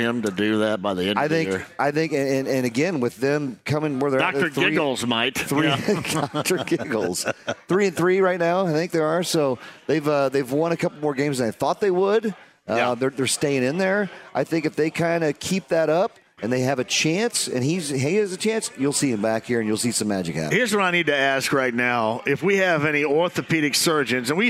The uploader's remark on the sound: LIVE from The Free Spirit in Castleton